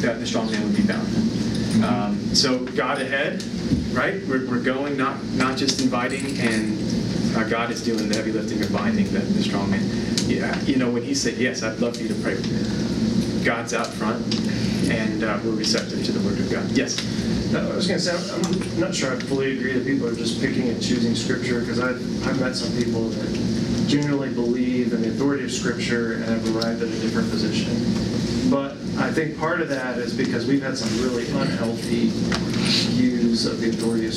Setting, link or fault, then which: setting, live audience